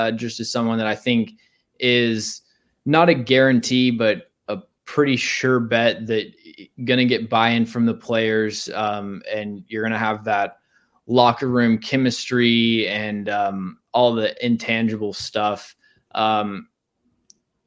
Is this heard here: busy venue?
no